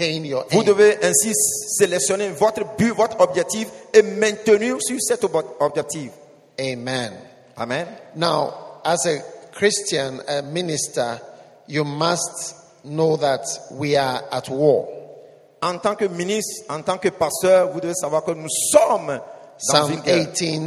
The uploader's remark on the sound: Preached at the iPlus40 conference, Pleasant Place Church, Accra.